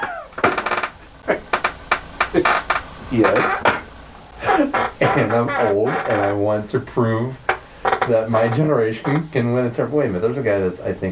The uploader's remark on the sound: sound issues